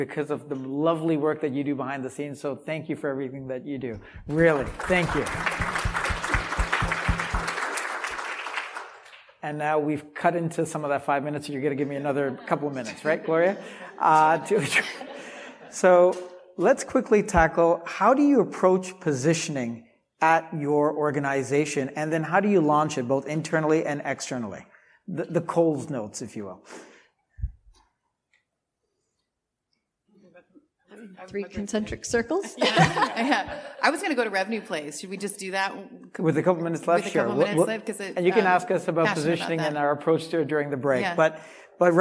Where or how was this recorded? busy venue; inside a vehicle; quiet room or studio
busy venue